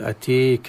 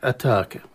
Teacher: منهم من يميل أتيك ومنهم من يقلل أتاك وهكذا، ولكن حفص يقرأها بالفتح أتاك · Shown in: second take